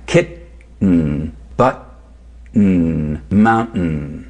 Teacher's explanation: We do a glottal stop simultaneously with the T, take all the air pressure away, then let go of the glottal stop and start up again with the N. · Term: glottal reinforcement